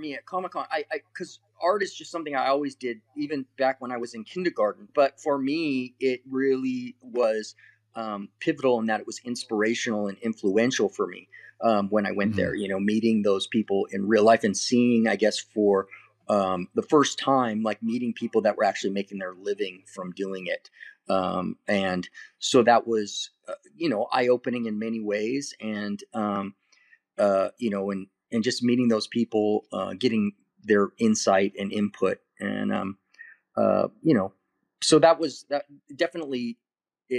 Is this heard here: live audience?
no